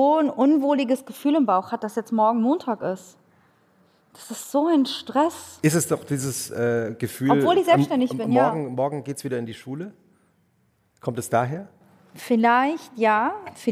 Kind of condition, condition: setting, live audience